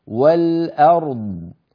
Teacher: ولا نقول والأرض، يعني بعض إخواننا يكاد يدغم الراء في الضاد من كثر والأرض، بيقول لا يصح، علينا أن نبين كل من الحرفين هكذا والأرض، فنبين الراء ونعطيها حقها من البينية، ونبين الضاد ونعطيها حقها من الرخاوة والاستطالة